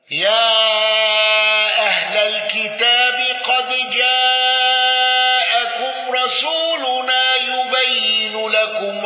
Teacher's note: أبو عمرو بإدغام دال قد في الجيم وإدغام يبين لكم